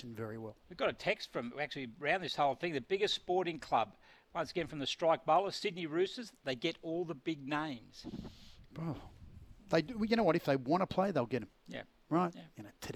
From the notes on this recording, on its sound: live from Terrigal Trojan rugby club